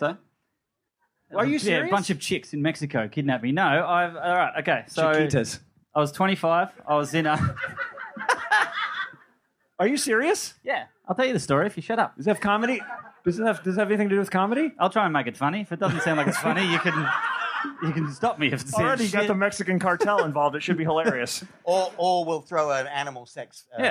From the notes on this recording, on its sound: LIVE from the 2016 LA Podcast Festival.